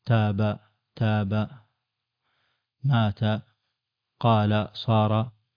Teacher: في المد الطبيعي تاب هو فقط حركتان